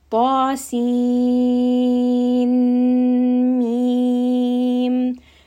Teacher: between the seen and the mim, again, you are hearing that mudgham, that merging, that idgham. So anytime you have idgham between two letters, that letter is going to be mad lazim harfi muthaqqal.